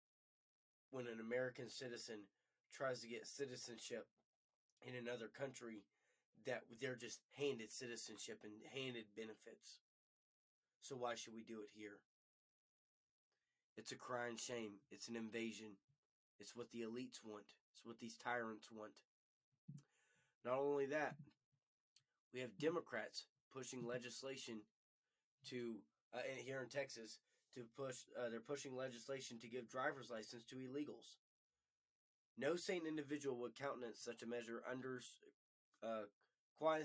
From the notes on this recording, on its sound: Due to technical issues with Riverside.fm, I am not able to upload the video that show the tabs.